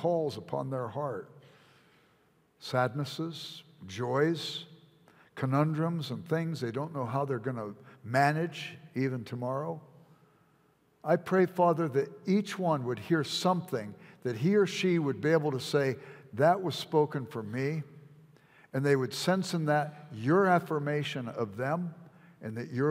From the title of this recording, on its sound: at Timberline Church - Audio